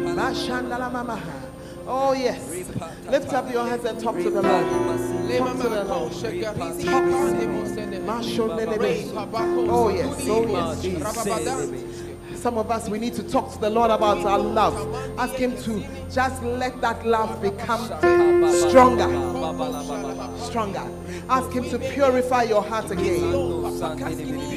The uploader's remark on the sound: Preached at The Art Of Evangelism Conference